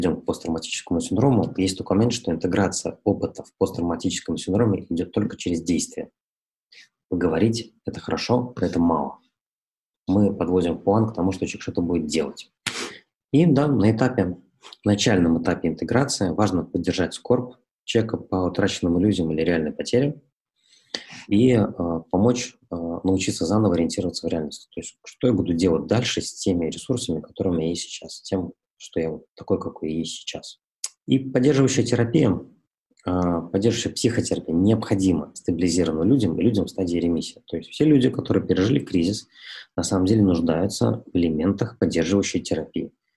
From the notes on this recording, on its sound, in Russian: Press Club Belarus, Stockholm School of Economics in Riga, Baltic Centre for Media Excellence провели этот вебинар.